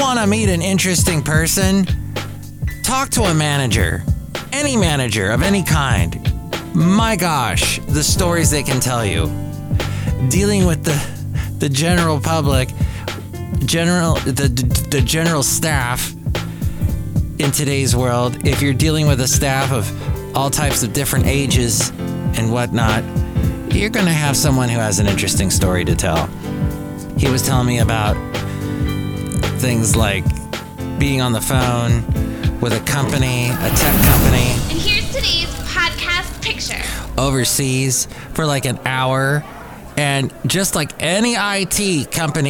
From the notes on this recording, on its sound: podcasts live from Café Anyway